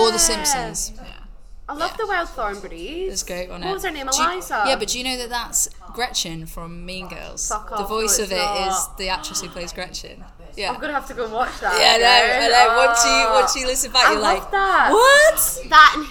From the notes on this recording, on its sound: We apologise for the varying quality in noise levels during this episode-we were unfortunately unable to record this interview in a private space.